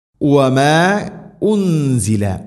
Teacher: السحر وما انزل മദ് മുൻഫസിൽ, മദ്ദിൻ്റെ അക്ഷരമായ അലിഫിന് ശേഷം ഹംസ അടുത്ത പദത്തിലാണ്, നാലോ അഞ്ചോ ഹർക്കത്തിൻ്റെ ഖദറിൽ നീട്ടാവുന്ന മദ്